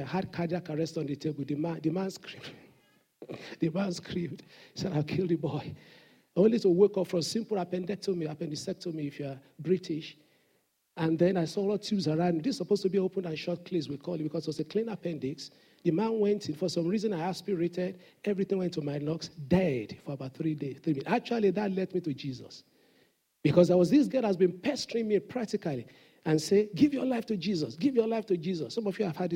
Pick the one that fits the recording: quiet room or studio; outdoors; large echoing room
large echoing room